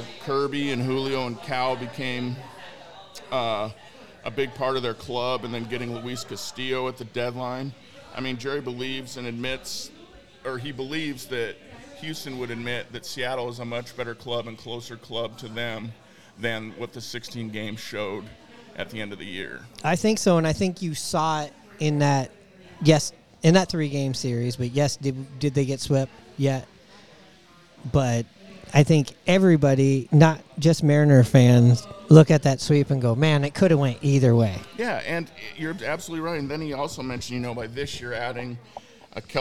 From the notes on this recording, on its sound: Recorded at Murphy's Pub in Wallingford.